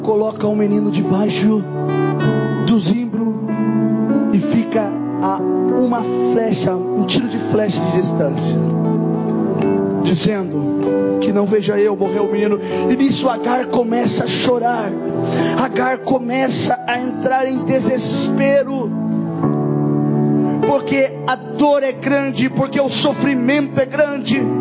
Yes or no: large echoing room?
yes